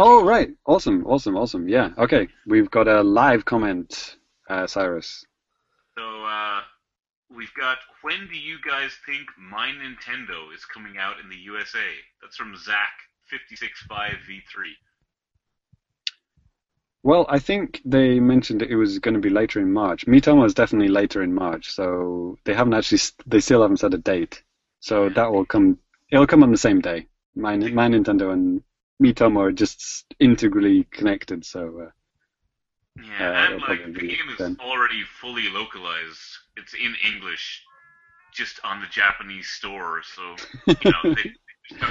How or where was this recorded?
video call